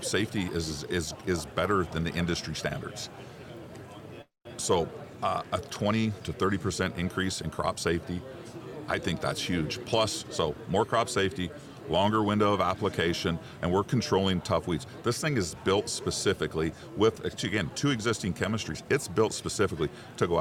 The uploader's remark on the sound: AOA is live this week from the Commodity Classic in New Orleans!